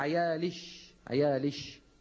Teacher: في حضرموت فيما أعلم يخاطبون الأنثى ليس كما نطقت أنا، بل شين خالصة